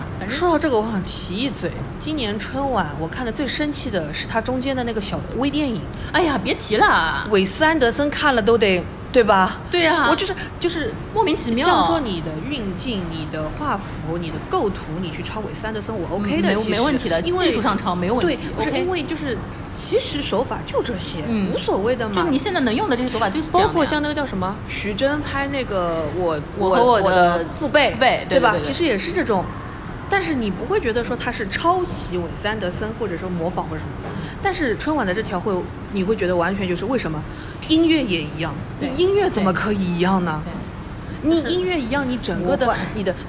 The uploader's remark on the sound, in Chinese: 我们在南丰城露台聊